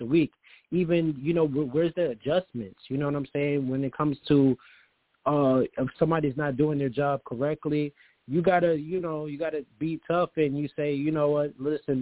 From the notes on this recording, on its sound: I take live callers!